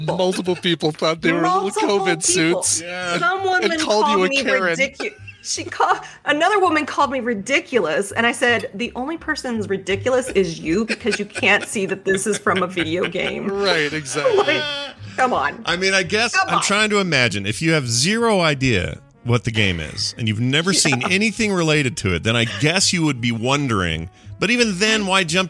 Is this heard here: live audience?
no